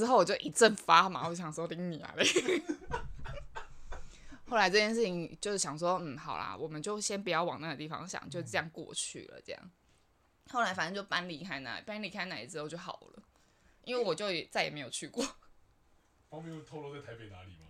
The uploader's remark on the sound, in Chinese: 收音有回音，別開太大聲！